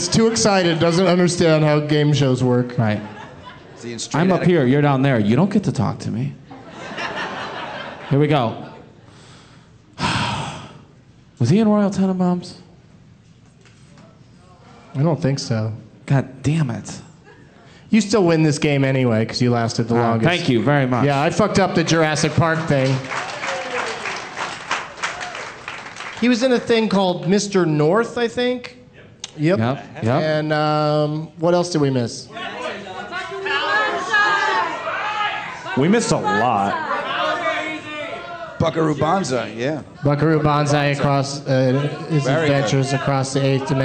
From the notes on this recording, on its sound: Live from the Tacoma Comedy Club in Tacoma